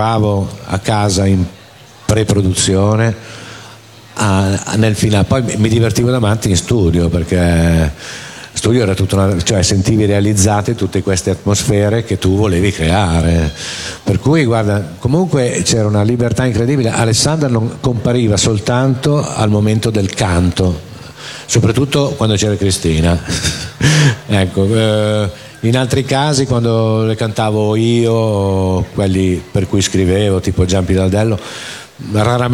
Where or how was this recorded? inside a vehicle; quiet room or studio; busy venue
busy venue